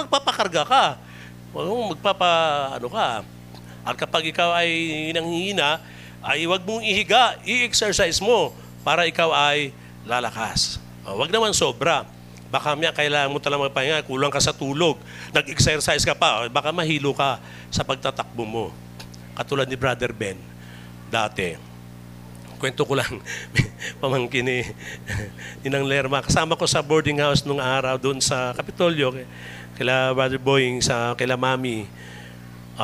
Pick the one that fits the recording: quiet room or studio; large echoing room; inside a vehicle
large echoing room